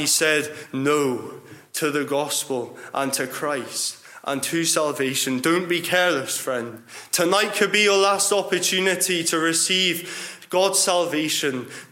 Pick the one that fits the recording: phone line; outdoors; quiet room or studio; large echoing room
large echoing room